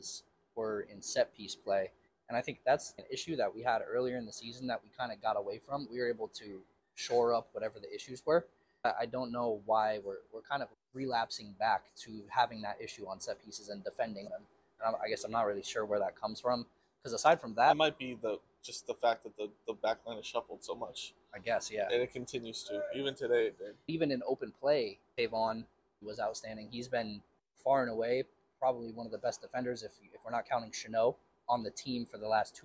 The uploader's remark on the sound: You know we had to swing by Citi Field for the inaugural Leagues Cup game! We recorded on scene at the stadium post-game.